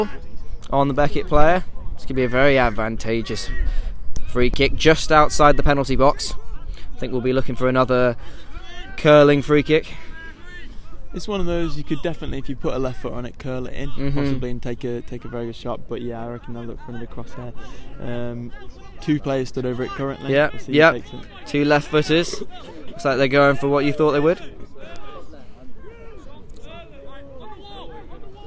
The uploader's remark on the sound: The LSR team go LIVE from Boddington Football Hub